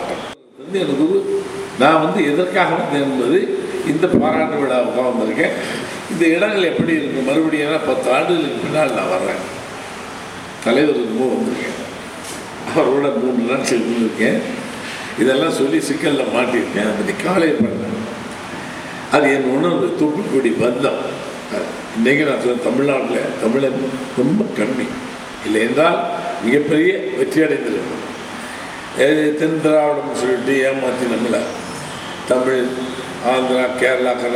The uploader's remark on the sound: speech at Batticaloa event